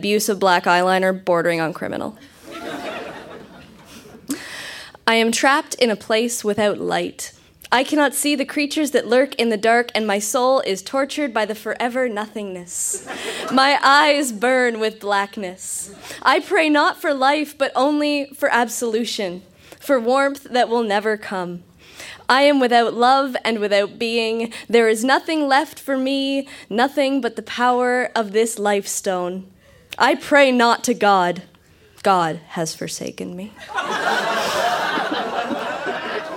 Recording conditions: live audience